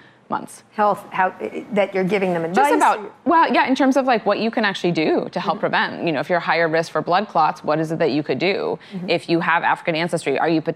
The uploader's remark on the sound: live interview recorded at the Rock Health Summit in San Francisco